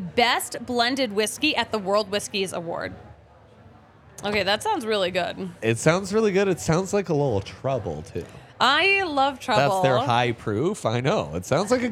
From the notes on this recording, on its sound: coming to you LIVE from the DNVR Bar